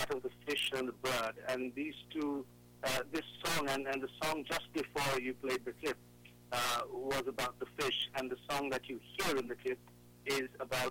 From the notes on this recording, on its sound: During our second broadcast of the EBC Radio Club on EBC Radio, we had a long telephone chat.